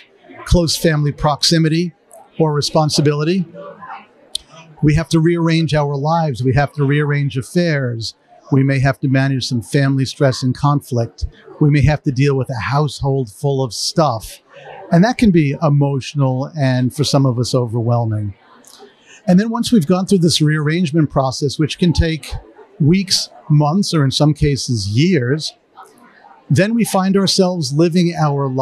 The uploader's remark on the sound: At the 44th annual conference for the Association for Death Education and Counseling (ADEC)